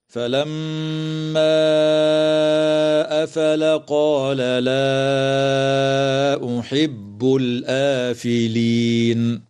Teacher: وتمد الألف بعد الهمزة من قوله تعالى الآفلين من قبيل مد البدل بمقدار حركتين